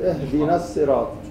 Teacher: ما فينا ساكنين ورا بعض لذلك يسقط المد بصير اهدنا الصراط